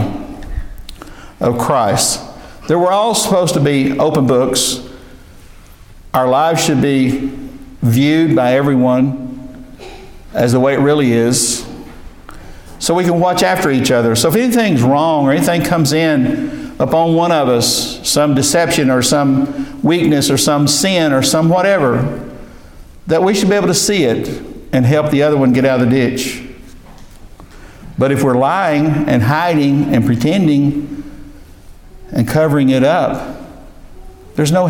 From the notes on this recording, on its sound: This is a message delivered to our local church